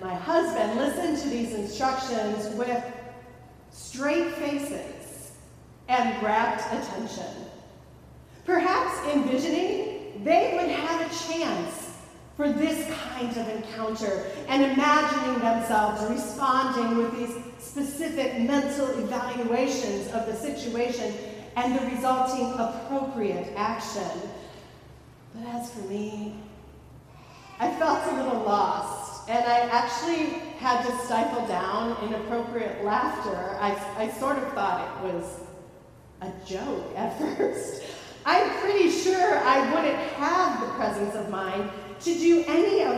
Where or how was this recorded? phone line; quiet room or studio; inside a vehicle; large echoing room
large echoing room